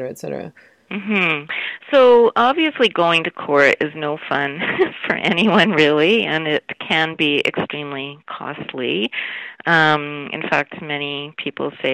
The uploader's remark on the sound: I spoke with her over the phone from her home in Vancouver.